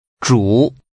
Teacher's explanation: Using a falling, rising tone